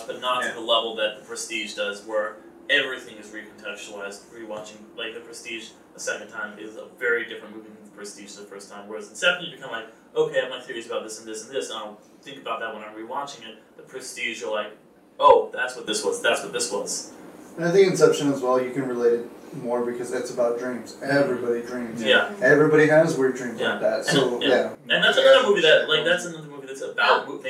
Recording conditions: poor microphone